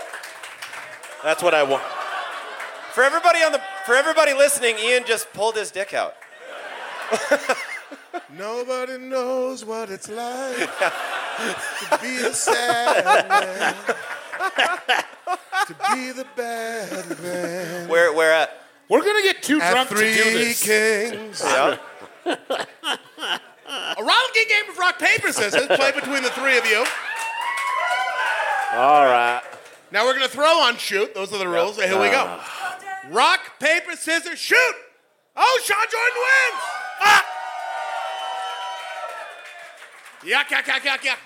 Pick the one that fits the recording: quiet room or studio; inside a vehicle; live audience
live audience